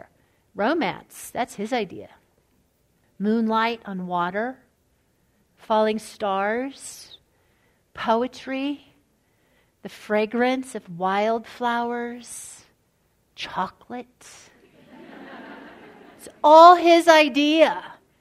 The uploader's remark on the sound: Live talk from our April 2016 Captivating event.